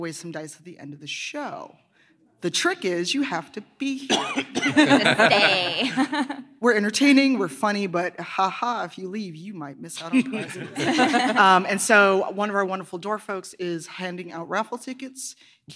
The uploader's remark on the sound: Live From C2E2. Perform live at C2E2 in Chicago!